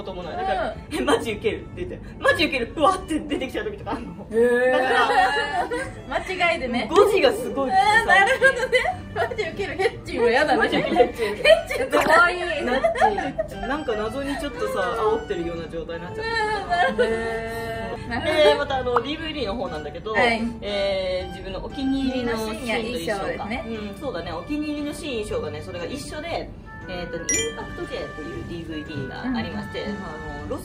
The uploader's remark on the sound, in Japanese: 番組初の公開収録が開催されました